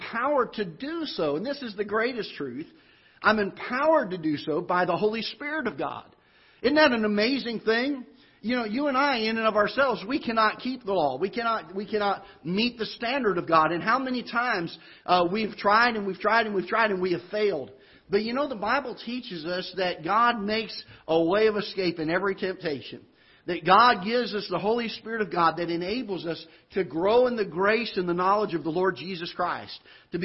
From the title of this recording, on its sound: Ketha Heights Baptist Church ~ Live Broadcast